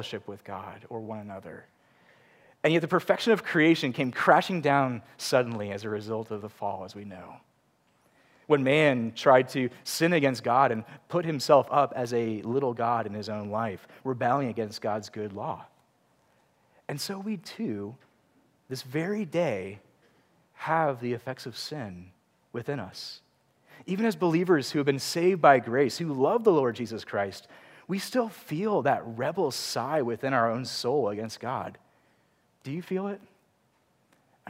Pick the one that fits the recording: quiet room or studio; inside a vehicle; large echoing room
large echoing room